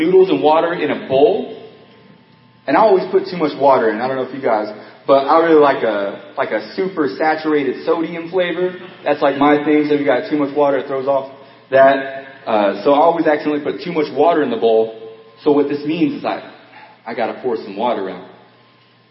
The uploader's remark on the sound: Audio Quality Lower Than Normal.